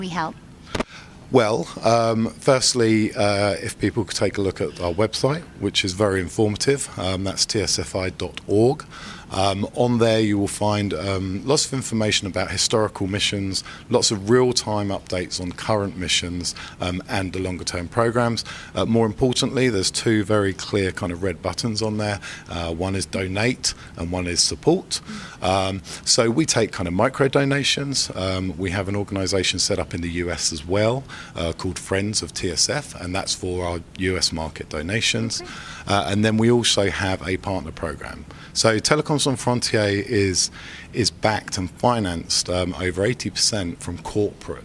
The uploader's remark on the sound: live from Telecom Exchange LA